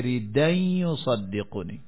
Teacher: دال ساکن ہے، بعد میں حمزہ ہے، تو یہاں نقل کریں گے